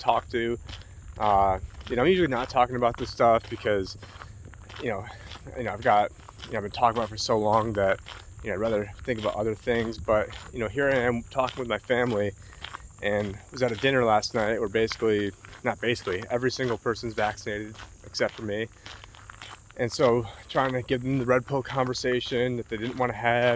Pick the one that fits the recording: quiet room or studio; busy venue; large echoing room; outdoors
outdoors